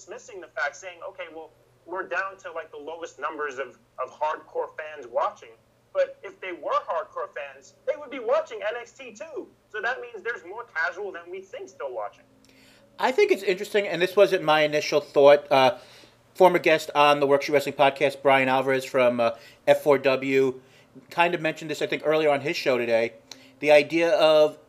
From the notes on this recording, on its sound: Pardon the audio issues.